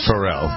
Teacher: Pharrell, I think he wants the accent on the second syllable.